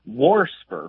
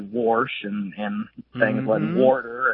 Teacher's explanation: Well, I've not heard wasp, but I'll tell you what kind of deviates a little bit more that I've heard is warsper with an extra R thrown in there, kind of like, I hear a lot of old folks say warsh and things like warder, and so I hear that extra R get added occasionally. · Term: R insertion